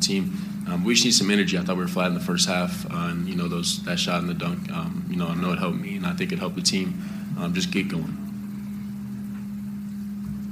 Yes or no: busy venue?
yes